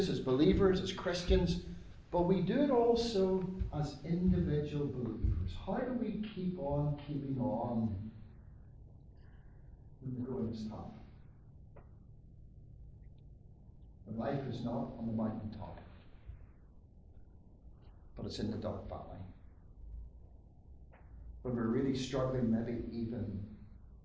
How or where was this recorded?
large echoing room